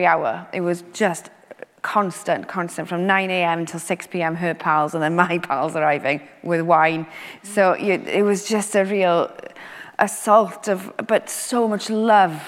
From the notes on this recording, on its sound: This is the second part of our conversation recorded live at St John's Church in Cardiff. In front of a live audience.